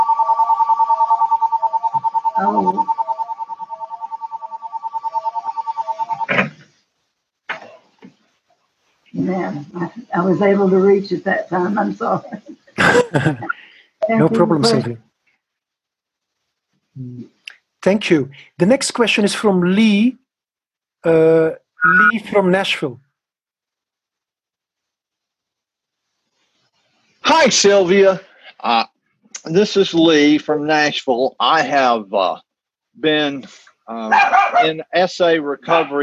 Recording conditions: video call